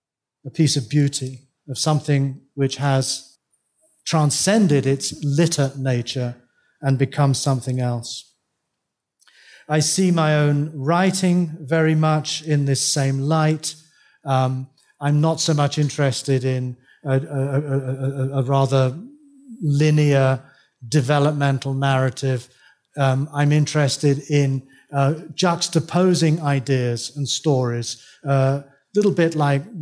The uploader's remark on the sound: Taken from the Buddhist Geeks Conference in 2012. Keynote address.